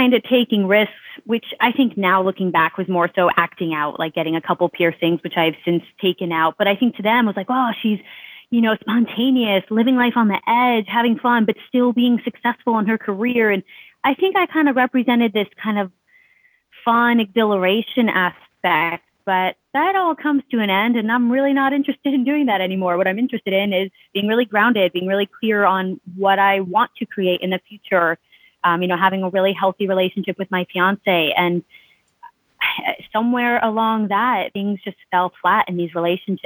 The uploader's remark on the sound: Call In Show